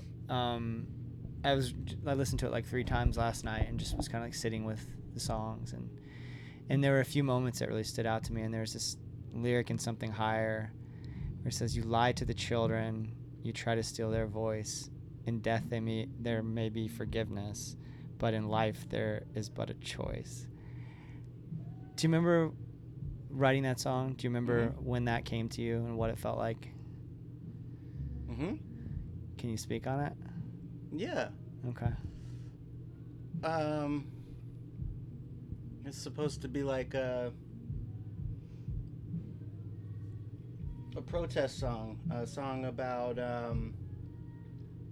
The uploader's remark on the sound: at the incredible Orange Blossom Revue festival in Lake Wales, FL, in December of 2022